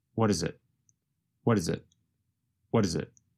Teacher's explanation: What is becomes reduced to what is. The letter T in what changes to a sound closer to the letter D. And the word it goes by so fast that it becomes very reduced to just a vowel sound plus a very fast held T.